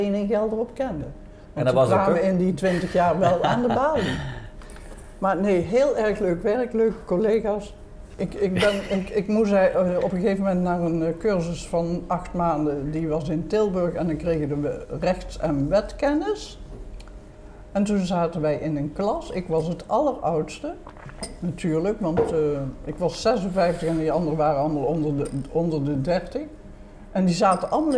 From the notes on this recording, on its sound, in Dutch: Deze keer is het keukentafelgesprek opgenomen in Lunchroom Juuts. Dit heerlijk knusse restaurantje vindt je op terrein Sectie C aan de Daalakkersweg in Eindhoven.